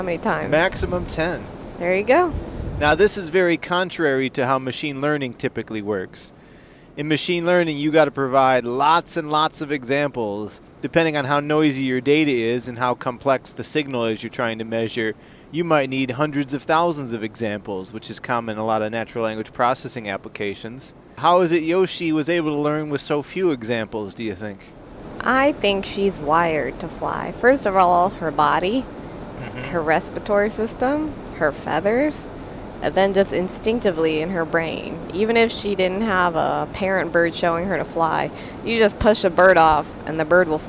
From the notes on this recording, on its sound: On a long car ride